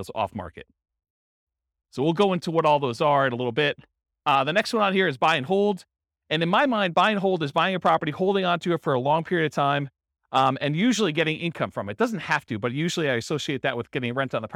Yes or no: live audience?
yes